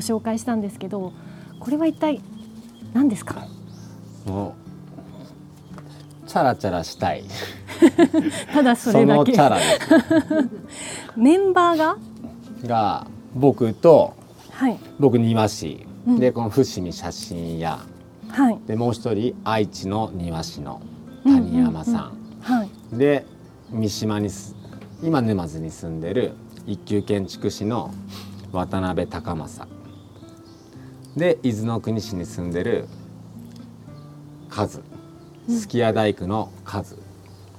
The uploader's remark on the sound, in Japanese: ご自宅のお庭で収録させて頂きました。